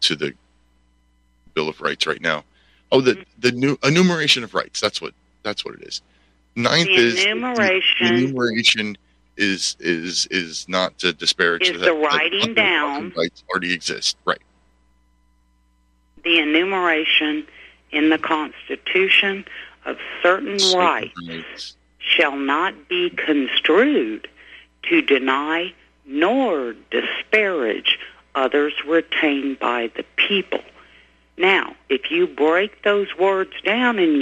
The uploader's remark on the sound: Your phone calls